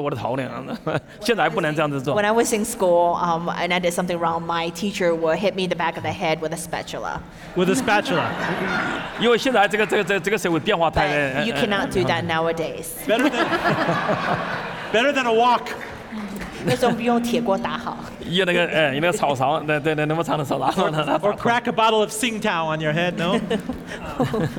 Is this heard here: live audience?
yes